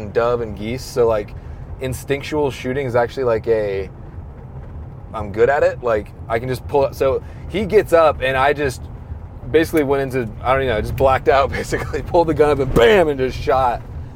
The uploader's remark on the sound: as we are driving down the road